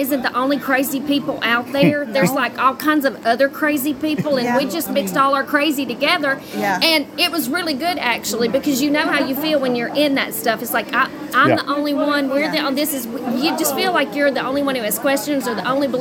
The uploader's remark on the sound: an interview on location, at Called To Freedom